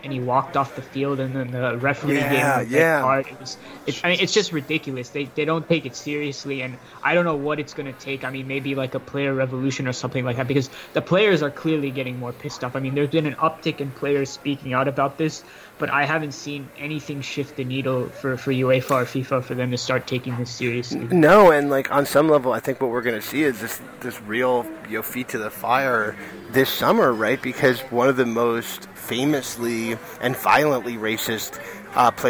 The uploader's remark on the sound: we decided to record while I was at the JFK airport bar